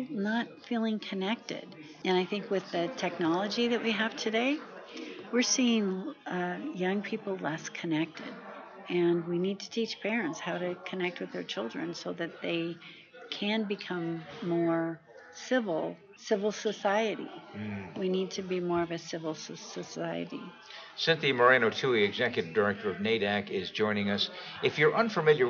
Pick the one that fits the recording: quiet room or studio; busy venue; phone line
busy venue